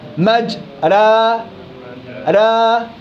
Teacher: أصل مجريها مجراها، بالإمالة الصغرى مجرا را بين الألف وبين الياء تتردد الألف في مجرا بين الألف وبين الياء، ليست ألف خالصة · Term: الألف الممالة